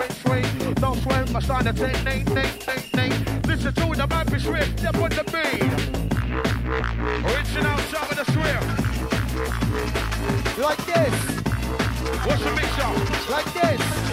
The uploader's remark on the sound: Recorded Live At ‘Xmas Party’